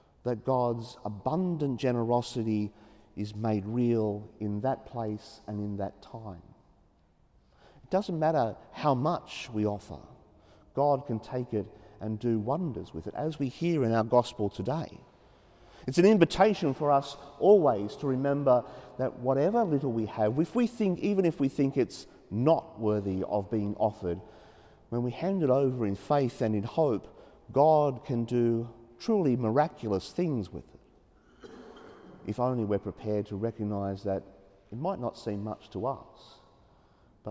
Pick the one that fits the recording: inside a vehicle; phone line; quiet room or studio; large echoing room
large echoing room